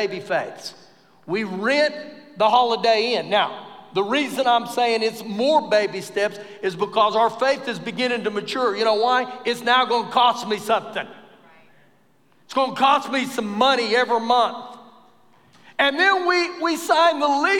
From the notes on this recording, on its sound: Recorded live during our Wednesday night service